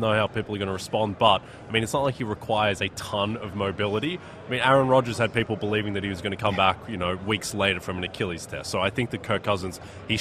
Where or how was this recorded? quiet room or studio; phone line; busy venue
busy venue